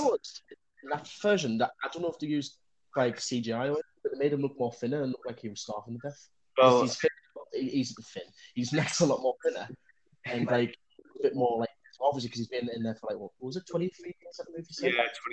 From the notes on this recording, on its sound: The audio is messy. Endgame review that comes with shite audio.